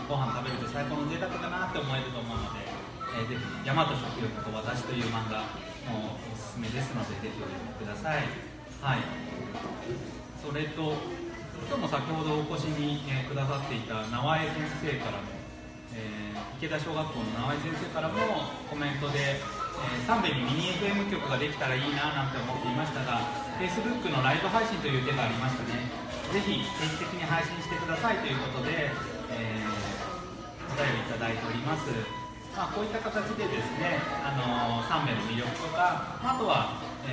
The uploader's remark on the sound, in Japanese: 山の駅さんべで行われた「楽市楽座フリーマケット」にて公開収録を行なった。